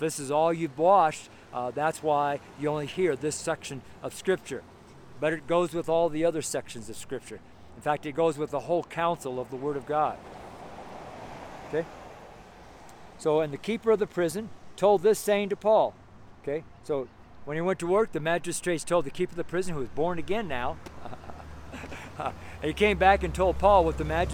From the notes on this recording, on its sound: Street Sermon from Nederland, Colorado. It was like the first day of winter up in Nederland...